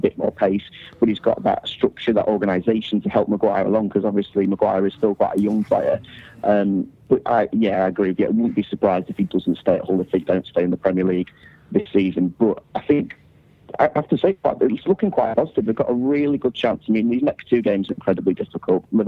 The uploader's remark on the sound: joins on the phone